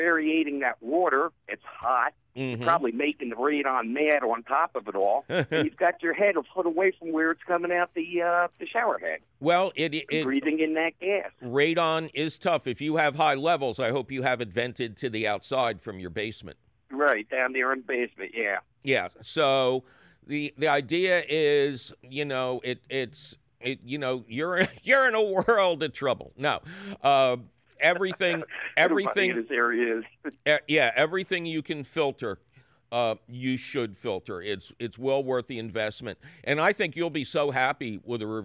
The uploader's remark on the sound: And, as always, we take your phone call questions!